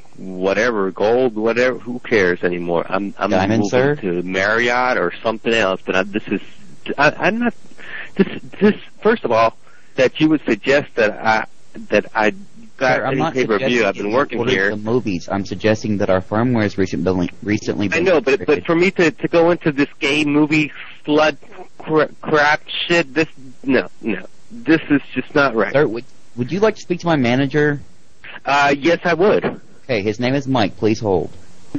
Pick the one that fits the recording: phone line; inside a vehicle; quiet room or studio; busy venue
phone line